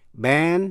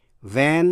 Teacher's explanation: B, b là stop sound, tức là một tắc âm. Còn v là fricative, là sát âm.